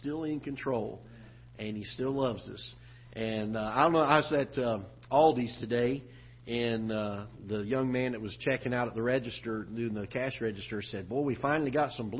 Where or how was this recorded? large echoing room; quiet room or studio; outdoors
large echoing room